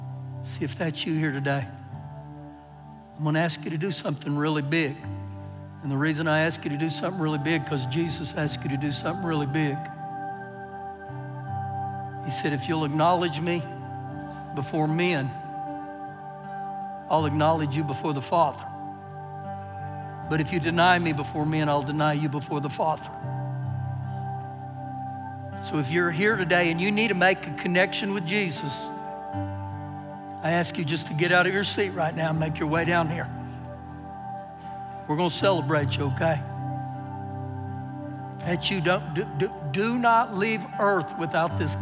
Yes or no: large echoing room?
yes